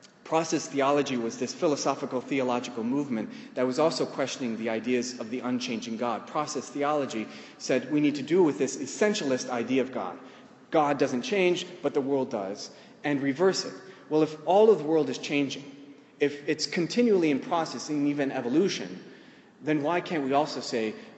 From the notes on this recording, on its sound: In the course of the talk, I lead the audience